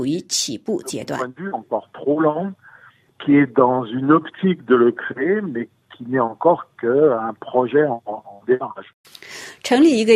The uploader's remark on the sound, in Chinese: 电话采访